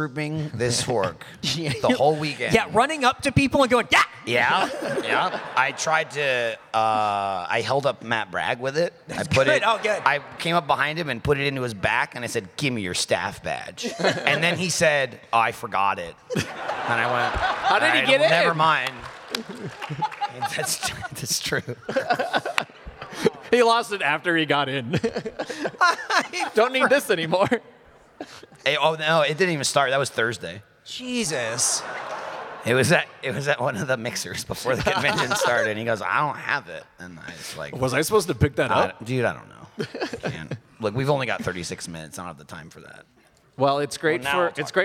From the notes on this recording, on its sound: Live at RTX 2022.